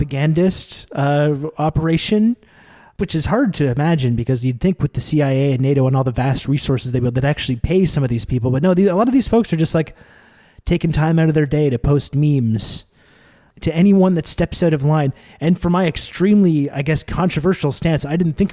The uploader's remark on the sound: Live From The TwitchCon Ball Pit